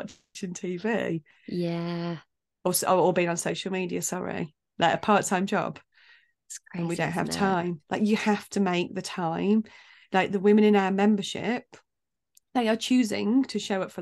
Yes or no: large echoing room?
no